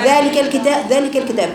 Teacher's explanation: انت عندك ذال فتحه ذال مد طبيعي حركتين، ذلك وبعدين تقولي ليك ذلك وتجيب مخرج الله، دايما راعي بعد المد هاتي مخرج الحرف الذي يليه والا يضيع منك الحرف.